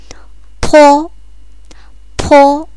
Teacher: 有機音の方は発音するとき息が強く出る子音